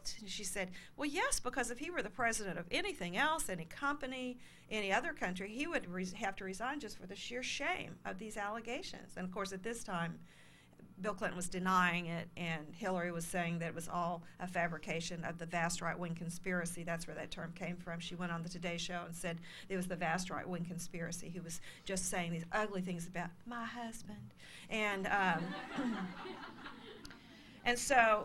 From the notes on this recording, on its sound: Her remarks were recorded at CBLPI's 2017 Capitol Hill Intern Summit in Washington DC on June 9.